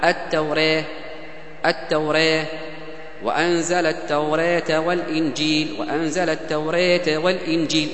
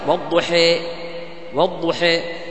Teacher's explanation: الصغرى للفتح أقرب توراة للفتح أقرب توراة، لكن الكبرى للياء أقرب